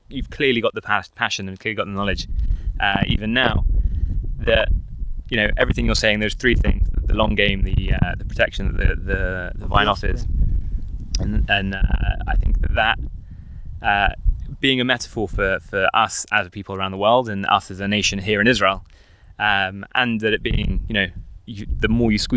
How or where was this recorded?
outdoors